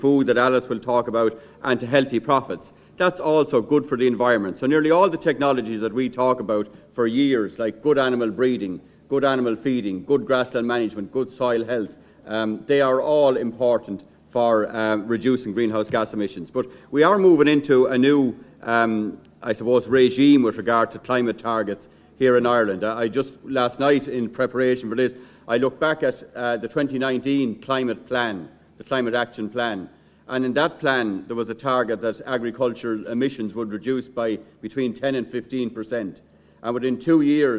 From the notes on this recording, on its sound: This week’s Beef Edge episode is a recording of the Beef Forum that concluded the open day in Teagasc Grange on the 5th July.